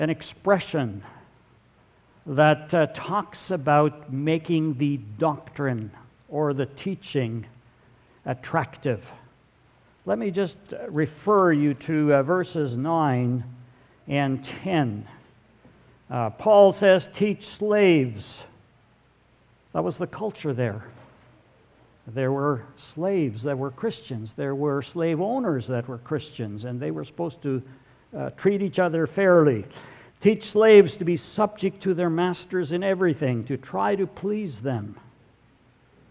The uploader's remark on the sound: Sermon audio from November 26, 2017.